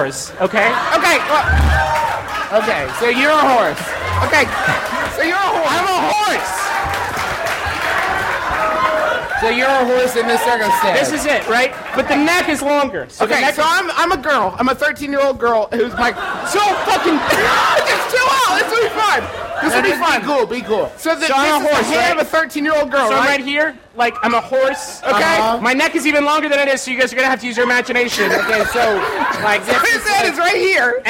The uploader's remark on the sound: We took to the stage at the Cincinnati Shakespeare Company -- which is in Cincinnati, you might have guessed -- to do our second live show ever.